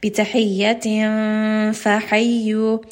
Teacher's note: It is going to be ikhfa. I am going to say the tanween, and I am going to move my tongue onto the makhraj of the fa. And this is going to influence the sound of the ikhfa.